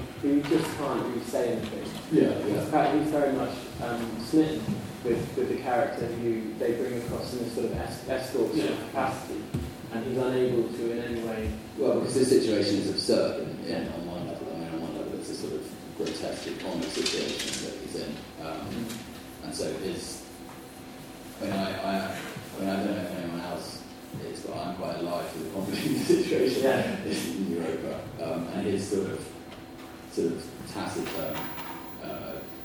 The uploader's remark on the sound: A Worlds Literature Festival event